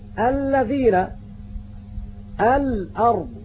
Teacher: وإذا أردت أن تعرف ذلك تفكن حرف اللام فتقول مثلا الذين الأرض، فنجد أن اللام تخرج من إحدى حافتي اللسان إلا أنها من جهة اليمين أكثر استعمالا، ويبدأ خروج مخرج اللام من الضاحك إلى منتهى اللسان في نفس الحافة.